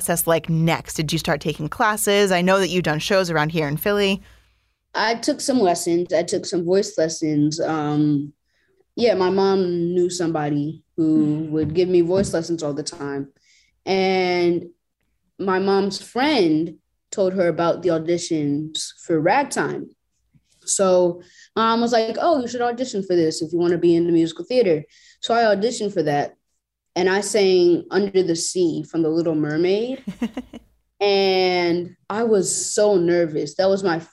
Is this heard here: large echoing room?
no